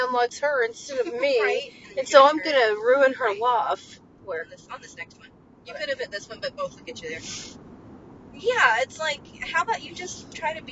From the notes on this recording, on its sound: Join us for a special bonus episode in the car!